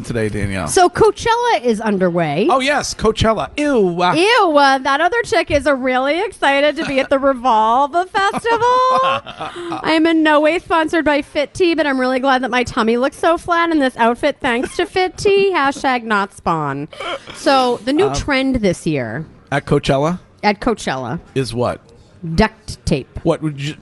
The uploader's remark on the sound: Broadcasting live from The Capital Grille